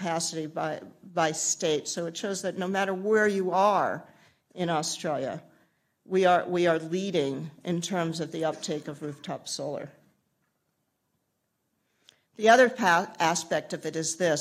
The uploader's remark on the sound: Keynote presentation